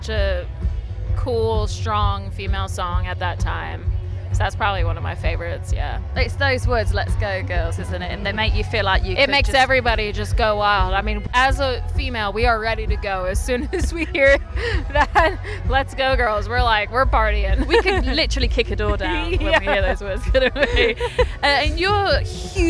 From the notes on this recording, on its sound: Backstage at The Long Road Festival at Stanford Hall, Leicestershire.